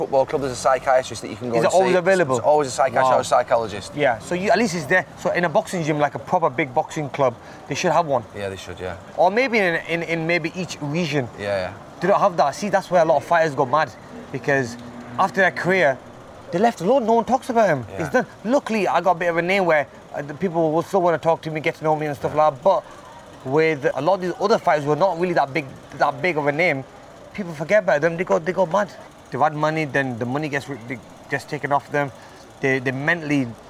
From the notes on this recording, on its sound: we walk around Bolton and visit his gym